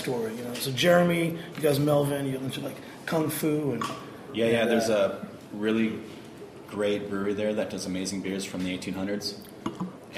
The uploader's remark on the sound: Recorded last Sunday at Three’s Brewing. Winter Can Jam event.